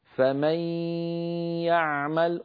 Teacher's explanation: كتبت ياءين الأولى جعلناها باللون الأحمر لنبين بأن هذه المنطقة هي منطقة الياء التي انقلبت عن نون وتصاحبها غنة مطولة هي غنة النون فإذا انتهى هذا الصوت يعمل تأتي الياء الثانية لا غنة معها · Term: الإدغام بغنة